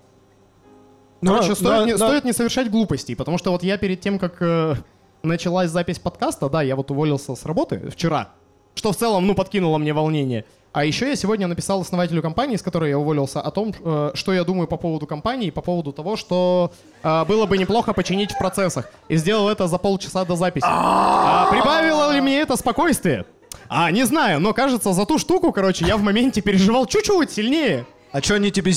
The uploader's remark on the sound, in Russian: Лайв в баре